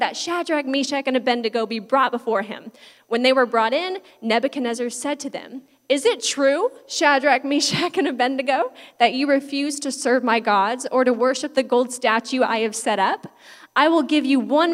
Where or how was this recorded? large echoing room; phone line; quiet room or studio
large echoing room